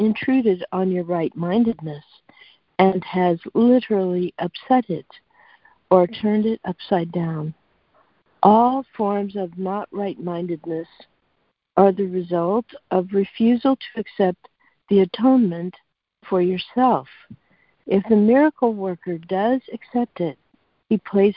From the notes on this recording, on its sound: ACIM Daily Conference Call.